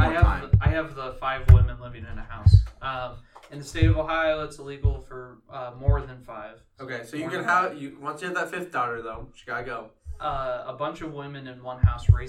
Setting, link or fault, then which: fault, poor sound quality